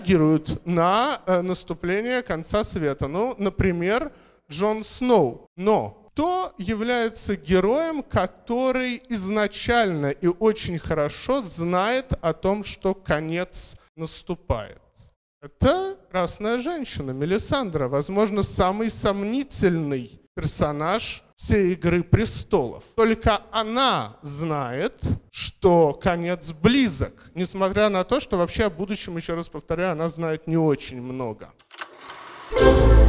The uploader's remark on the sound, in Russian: Запись доклада с первой в Москве научно-популярной конференции по «Игре престолов» при поддержке благотворительного фонда «Предание» и агентства исторических проектов «Ратоборцы».